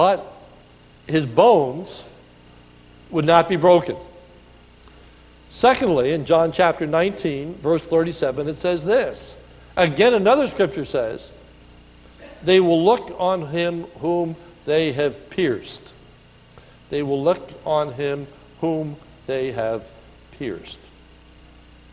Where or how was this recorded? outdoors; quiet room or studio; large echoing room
large echoing room